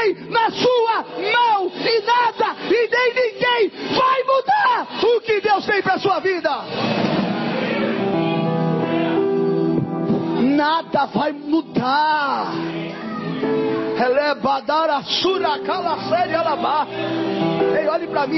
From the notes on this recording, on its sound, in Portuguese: Mensagem gravada em 02/07/2023 - Culto da Família - Santa Ceia.